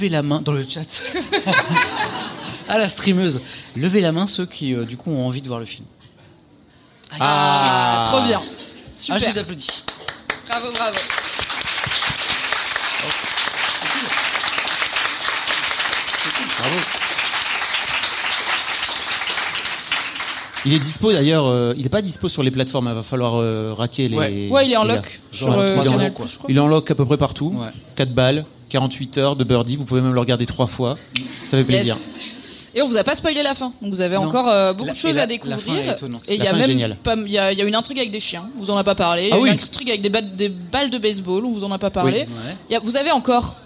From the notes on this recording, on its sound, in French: Voici le replay de notre épisode en direct du Culture Fest